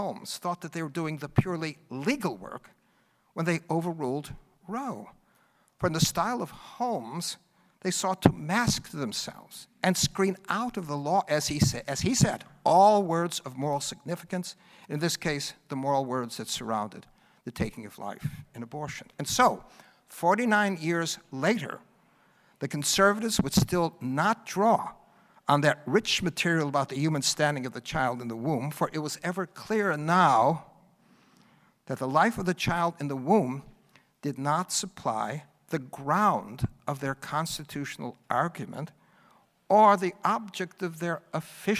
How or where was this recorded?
live audience